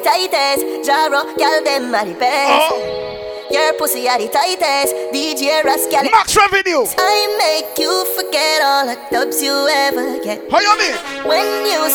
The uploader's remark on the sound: BDAY PARTY (LIVE AUDIO)